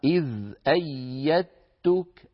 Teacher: أيدتك يعني تاء مشددة لم يبقى للدال أثر، إذن النطق يكون هذا إذ أيدتك، أيدتك بتاء مشددة ليس للدال أثر في النطق · Term: الإدغام